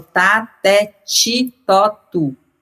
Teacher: na frente do i, o t vira ch · Term: palatalização